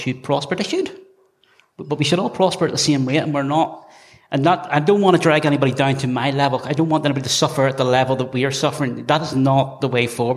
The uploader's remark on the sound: Travelled down to Dublin to take part in the tortoise shack live at the sugar club. It was a special night with amazing people, a very lively audience.